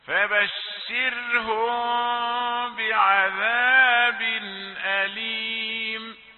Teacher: بدل أن ننطق الميم صريحة بشرهم، تأتي الميم مخفاة بالحكم إخفاء عند الباء